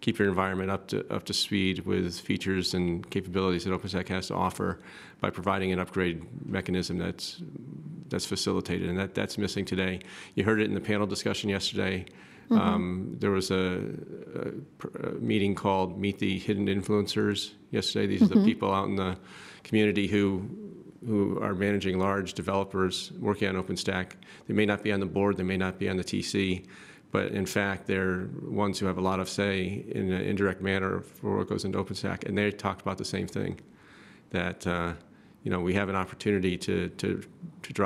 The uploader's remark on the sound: LIVE from OpentStack Paris Summit 2014